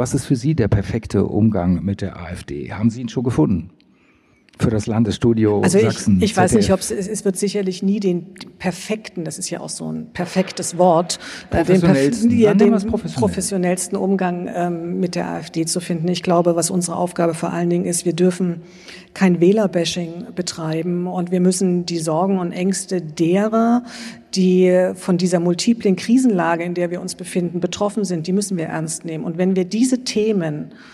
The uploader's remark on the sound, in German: Das befanden in der Dresdner Frauenkirche auf einer Podiumsdiskussion zum Thema "Die AfD und die Medien". Während der Debatte wurde die neue Folge des Podcasts "Debatte in Sachsen" aufgezeichnet.